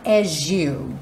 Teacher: E esse as you pode soar as you. O S acaba ganhando um som de J.